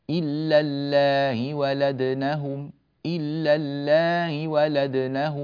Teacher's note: ومنهم من يقصر الألف 2 حركات فقط